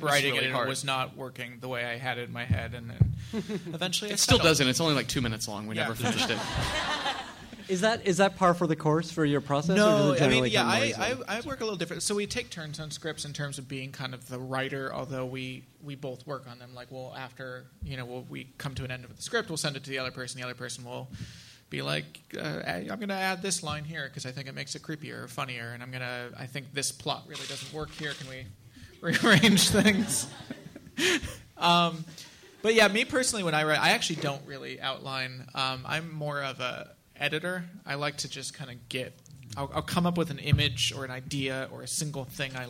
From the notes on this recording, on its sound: Recorded at NY Comic Con